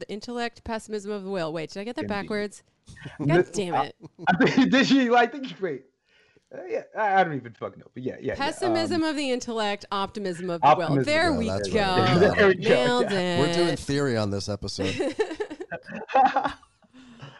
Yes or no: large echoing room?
no